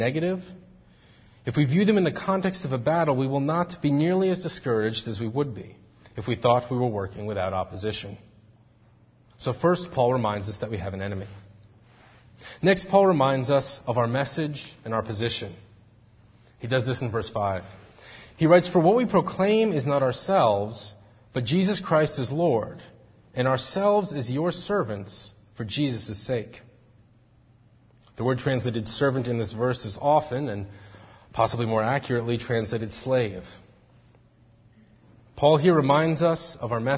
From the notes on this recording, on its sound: Faith Presbyterian Church – Evening Service